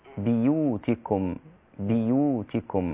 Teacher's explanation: قرأ شعبة بكسر الباء وهي لغة عند العرب بكسر الباء في بيوتكم